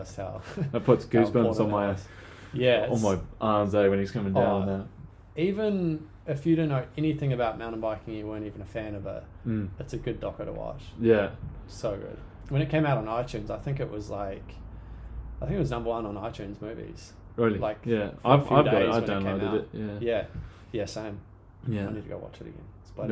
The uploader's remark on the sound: We're currently just on the laptop record setup so, if you're picky about high quality this most likely isn't for you.